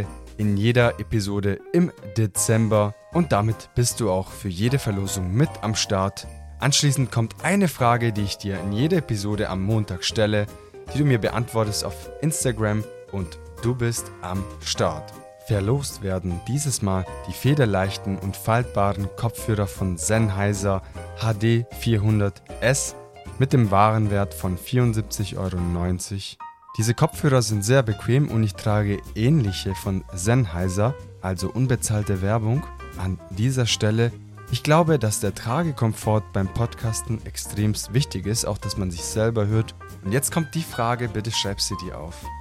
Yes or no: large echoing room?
no